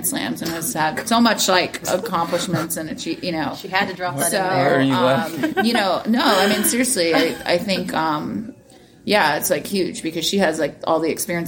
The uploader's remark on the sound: Interview from the Charleston Open. This is a very short conversation.